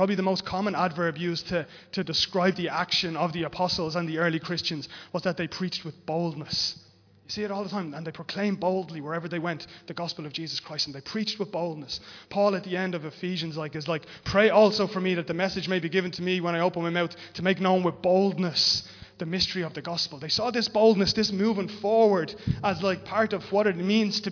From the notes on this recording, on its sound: Recorded live in Liberty Church on 26 September 2021